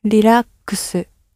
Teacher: With the R and the L sound, always keep it very soft. It's not a hard R sound at all in Japanese. It's much closer to an L. Some people actually feel more comfortable pronouncing it as an L rather than as an R.